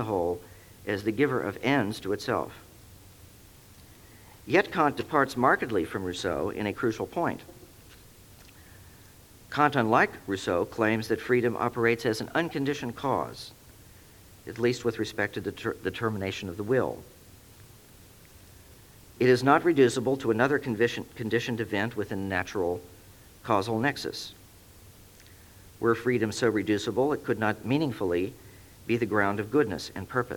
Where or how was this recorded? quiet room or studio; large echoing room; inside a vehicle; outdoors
large echoing room